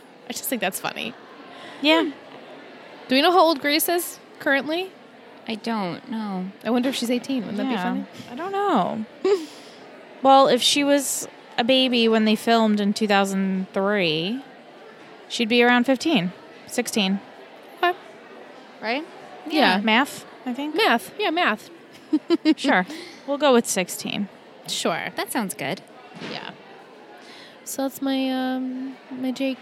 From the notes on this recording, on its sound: Recorded LIVE from TRIC.